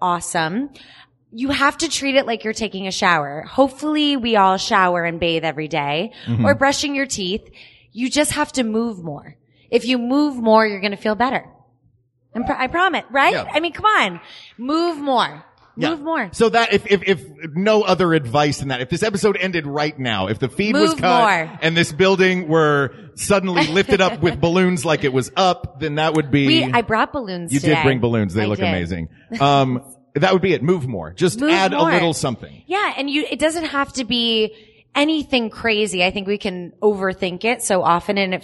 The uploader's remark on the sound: A workout in front of an audience at Booty Works.